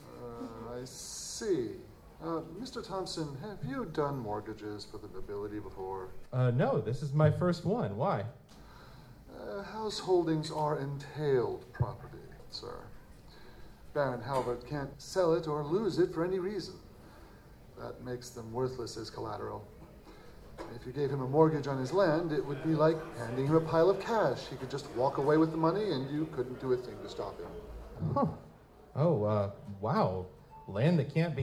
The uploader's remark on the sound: Metamor City LIVE! at Balticon 50. The live Metamor City audio drama that we performed for Balticon 50.